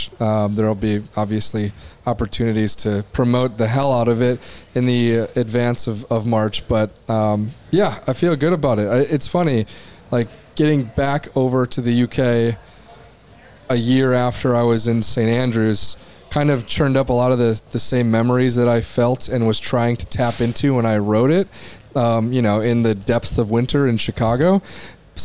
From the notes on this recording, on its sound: The Open Commute - Round 2 recap - LIVE from Royal Liverpool. The 151st Open Championship has reached the halfway stage.